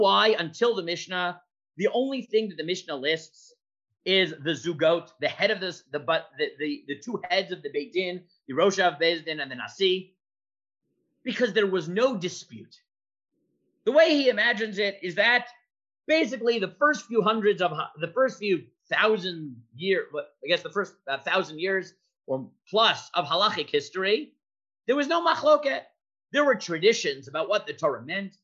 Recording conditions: video call